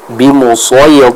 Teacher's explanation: huruf ra yang ada di akhir ayat tersebut itu harus kita baca dengan tipis · Term: dibaca dengan tipis